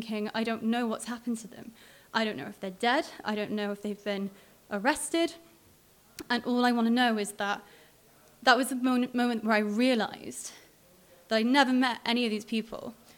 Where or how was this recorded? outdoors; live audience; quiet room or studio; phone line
live audience